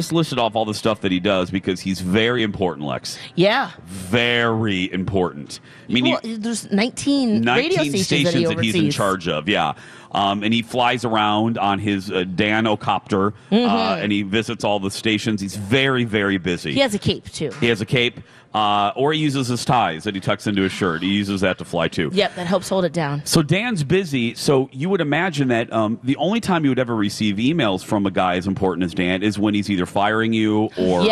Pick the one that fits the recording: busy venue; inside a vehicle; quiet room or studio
busy venue